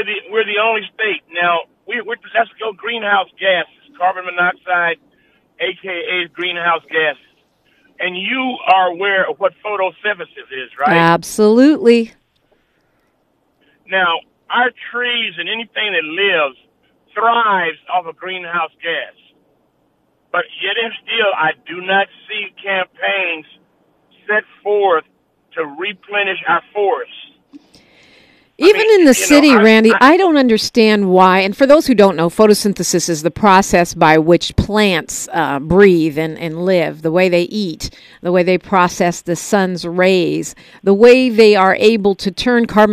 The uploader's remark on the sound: Open Phones. The phone lines are hot.